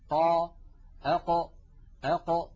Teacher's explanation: حرف القاف يا إخوة يخرج من أقصى منطقة من أقصى اللسان مع ما يحاذيه من الحنك اللحمي الذي رأينا صورته منذ قليل.